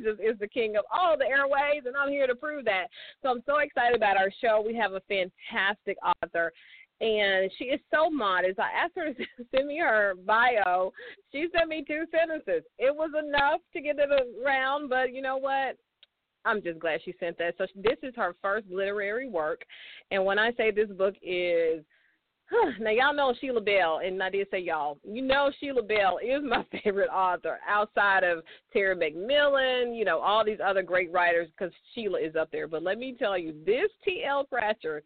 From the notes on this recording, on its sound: a live call in show